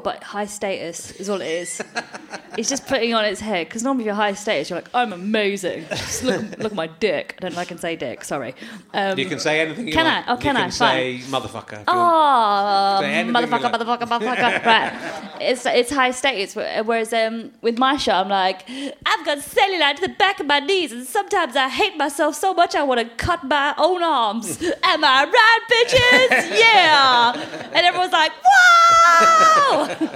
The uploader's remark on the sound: Chats to a man in the audience.